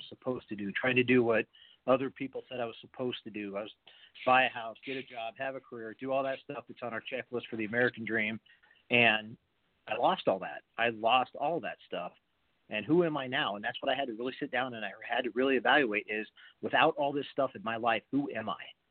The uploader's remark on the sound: For a very special live show. Takes questions from live callers during the show.